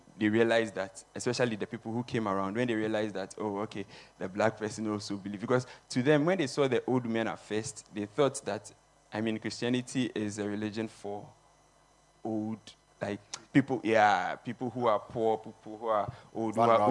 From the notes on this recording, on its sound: Preached at the Kingdom Sight Service